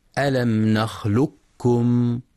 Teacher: بالإدغام الكامل بذهاب صوت القاف تماما وتبقى الكاف مشددة